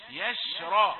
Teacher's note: هات الراء مفخمة فقط ولا تفخم من أول الياء